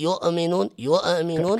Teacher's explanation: لكن لما تجي تقول يؤمنون يؤمنون كأنك قلقلتها. هذا بتجعلها رخاوة، بتجعل من صفتها الرخاوة وبتطلق لها الصوت.